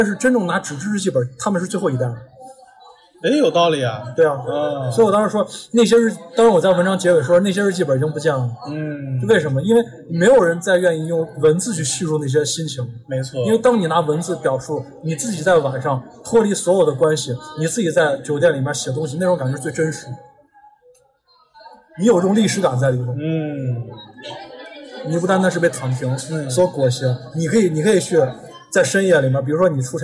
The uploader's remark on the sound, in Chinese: 我们在西安的一家烤肉坊吃饭时候录制的夜谈节目，完全没有任何事先的准备，几乎就是全程freestyle。